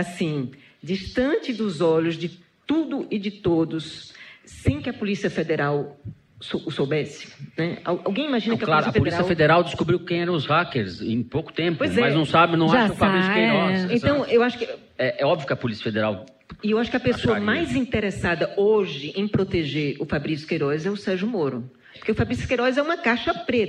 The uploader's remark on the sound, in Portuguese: Em edição gravada ao vivo na 2ª Maratona Piauí CBN de Podcast